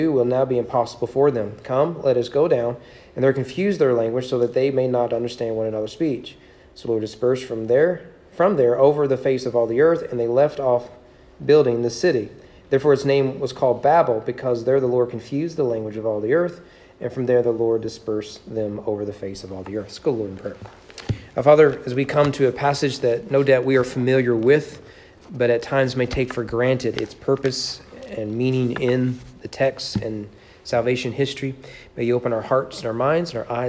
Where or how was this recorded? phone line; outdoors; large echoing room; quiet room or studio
large echoing room